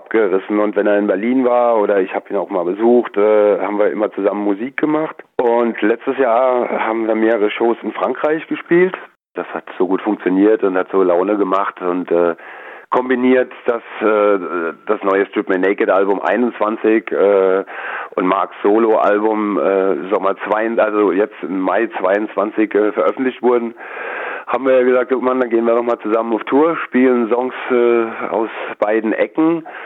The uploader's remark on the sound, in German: Goldene Krone (Kneipe). Die GIGparade ist das Live-Konzert Magazin von Radio Darmstadt für die regionale Musik- und Kultur-Szene Darmstadts. Werden die Musiker und Künstler per Telefon direkt in die Sendung zum (Live-)Interview hinzu geschaltet.